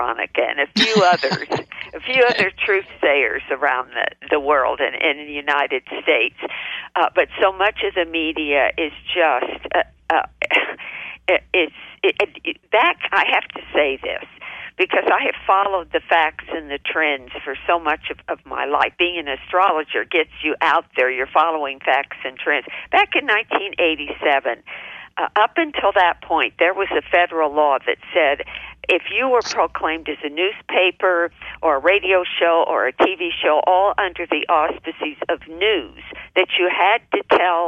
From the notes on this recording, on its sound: OUR Show this week is a live call-in